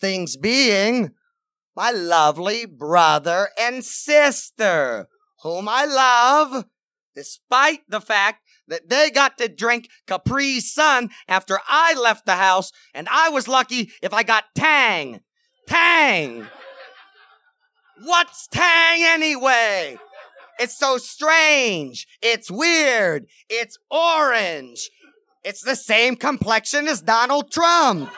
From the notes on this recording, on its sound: Opening Act (from the Chicago Podcast Festival!).